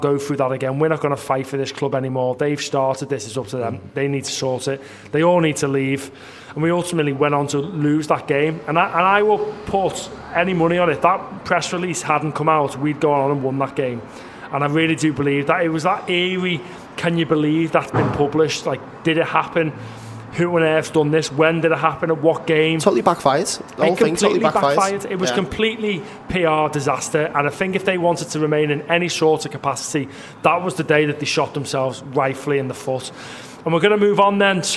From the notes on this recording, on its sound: Live from The Baltic Fleet.